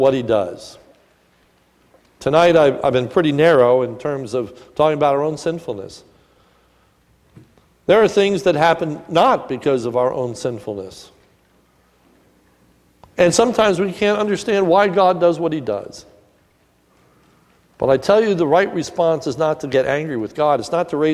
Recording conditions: large echoing room